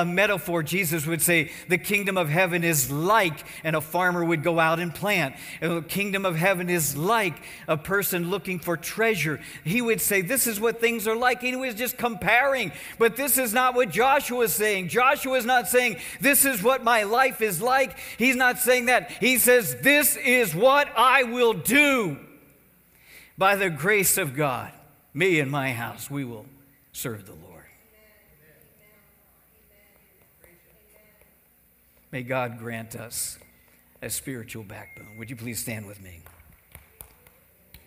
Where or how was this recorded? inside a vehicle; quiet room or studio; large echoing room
large echoing room